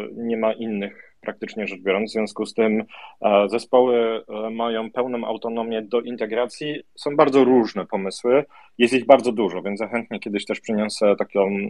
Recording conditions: video call